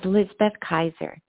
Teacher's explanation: Both names have an S in them that I pronounce closer to a Z.